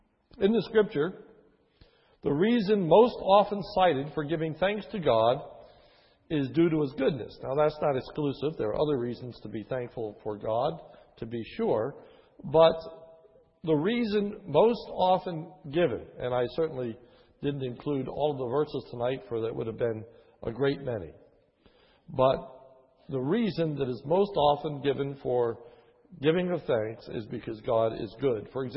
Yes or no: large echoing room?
yes